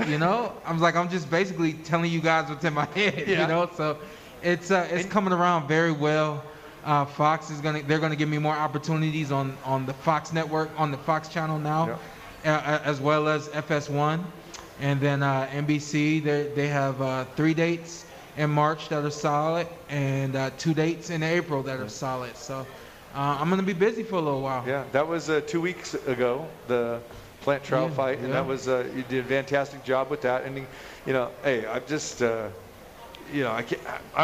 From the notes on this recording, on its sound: Live From The Cosmopolitan